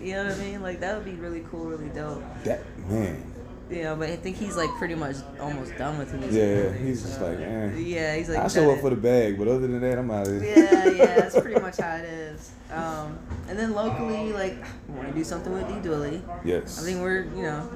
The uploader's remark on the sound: Coming live from High Dive in Seattle, WA.